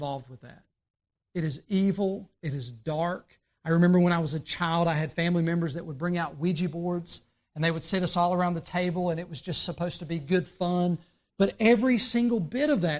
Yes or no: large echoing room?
yes